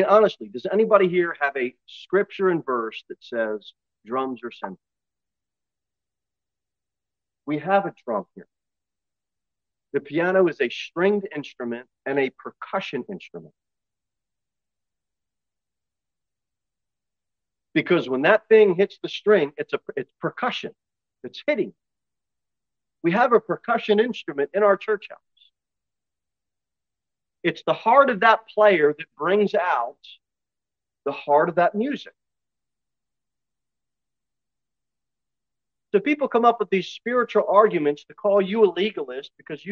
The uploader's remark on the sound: Sermon delivered at Pilgrim Baptist Church on Sunday, February 19, 2023, at 6:15 pm. Jere Whitson Rd.